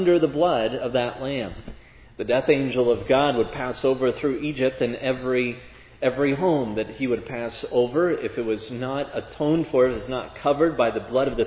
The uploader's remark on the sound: This sermon on Matthew 26:17-30 was preached at Providence Church on Sunday, June 19, 2022.